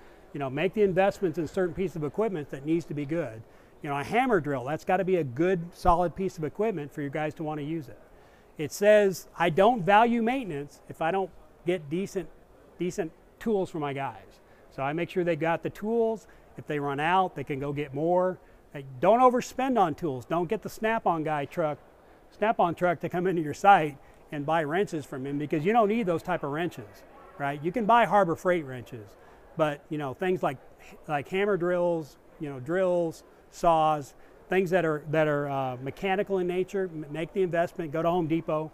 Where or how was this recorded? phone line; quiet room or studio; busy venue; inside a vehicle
busy venue